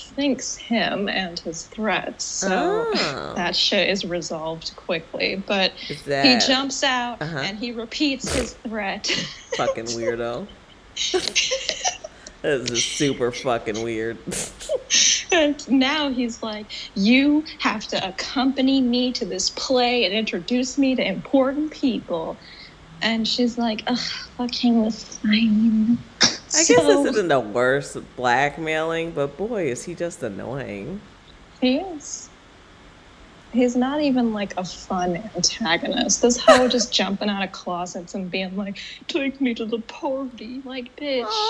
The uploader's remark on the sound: Audio's pretty wonky on these first three episodes coming back!